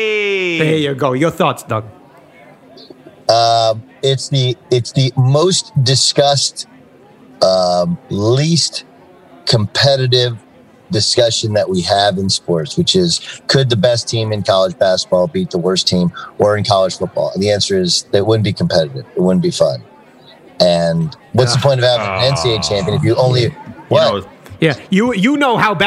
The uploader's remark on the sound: LIVE from Bally's in Atlantic City!